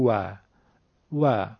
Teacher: یعنی دندونهاشو دخالت نمیده بلکه لبهاش رو جمع میکنه، به حالت قنچه به قول مهادر میاره و میگه و و، از میان دوتا لب خارج میشود. · Term: واو